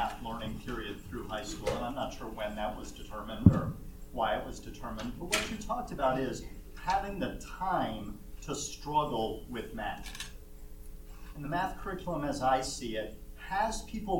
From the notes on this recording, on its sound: The following panel discussion took place during our Social Impact Connect conference night.